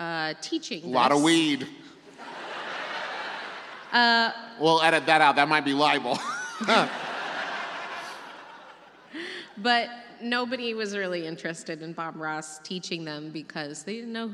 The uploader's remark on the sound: It was recorded LIVE in Nashville, TN!